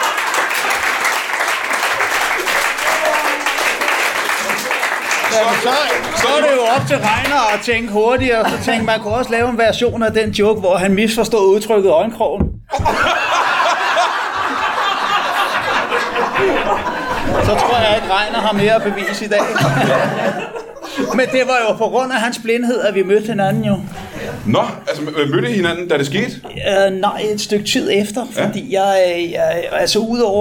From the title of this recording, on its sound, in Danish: LIVE fra Tobbers i Kolding